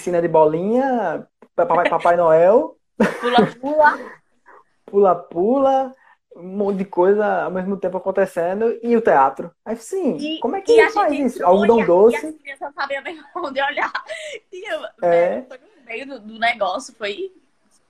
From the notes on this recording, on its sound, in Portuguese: Este episódio surgiu de uma Live no instagram